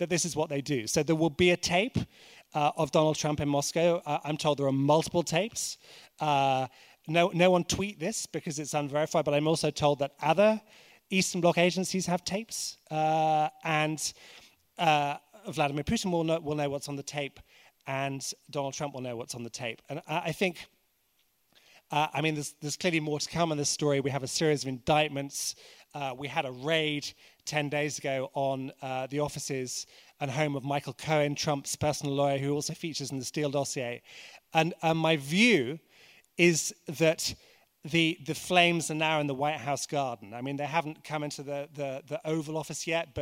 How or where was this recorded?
busy venue